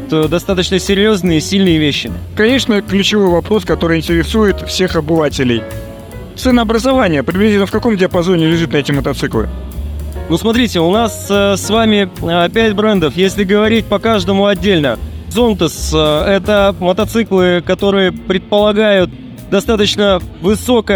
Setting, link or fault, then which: setting, busy venue